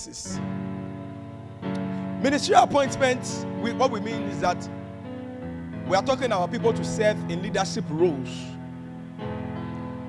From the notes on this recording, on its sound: This message was preached on 20th February, 2022 at the ATU Auditorium.